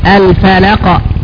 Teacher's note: فنلاحظ أن القلقلة أقرب إلى الفتح منها إلى الكسر، وهذا كما قلت في حالة وقوع هذه الأحرف ساكنة فقط. · القلقلة حركة بسيطة جدا، اضطراب في الحرف، وهو في هذه الحالة إلى الفتح أقرب وليس إلى الكسر أقرب، على الراجح إلى الفتح أقرب، فنقول الفلق ولا نقول الفلق